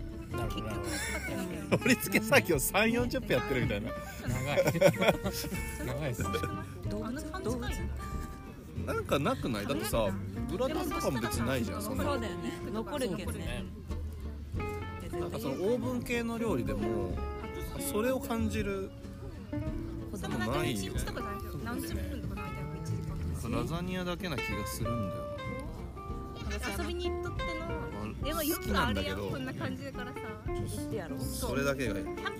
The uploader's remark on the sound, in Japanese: ピクニックしながらレコーディングしたため、隣に妻たちの女子トークが混ざってたり